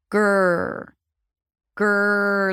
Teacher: the back of the tongue goes up to produce the g sound. You block the air in the back with voice. And then as you pronounce the g, the tongue goes up to the middle of the mouth, preparing for the R sound.